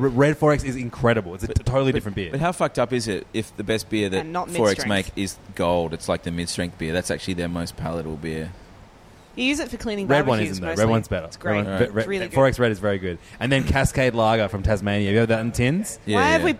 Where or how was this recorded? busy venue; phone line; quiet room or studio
busy venue